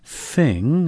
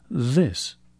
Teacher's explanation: Thing, with a voiceless th, but this, with a voiced th.